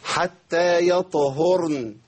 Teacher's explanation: مخرج الراء ومخرج النون فيهم تجاور، فيهم تقارب، فقريبين بعض جدا